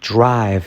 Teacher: Fijaos cómo la R genera una U. drive y luego la V.